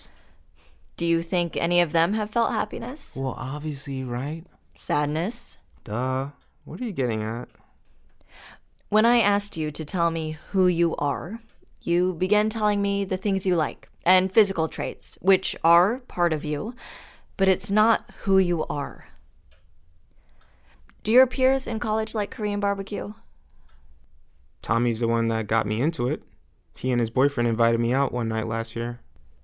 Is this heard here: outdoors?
no